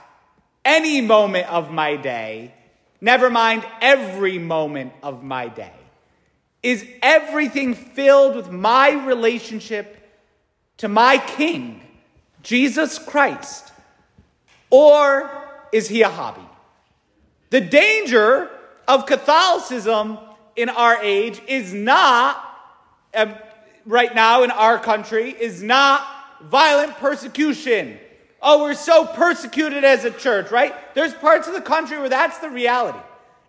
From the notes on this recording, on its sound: St Francis Catholic parish homily preached